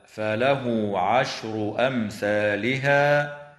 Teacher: توصل هاء الضمير في قوله تعالى فله عشر أمثالها بواو تمد وصلا بمقدار حركتين